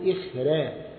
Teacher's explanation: حيرقق الراء لأنها الراء قبلها ساكن وقبل الساكن مكسور